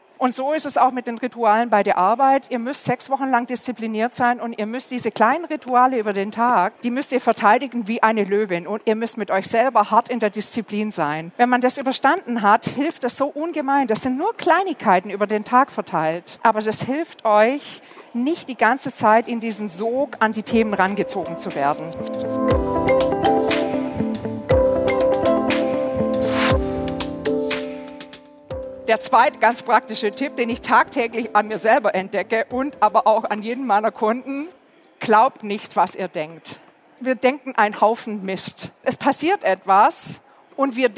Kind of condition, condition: setting, busy venue